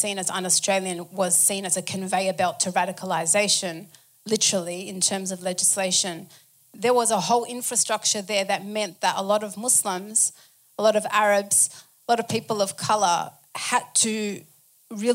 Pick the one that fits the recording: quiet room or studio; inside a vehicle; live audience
live audience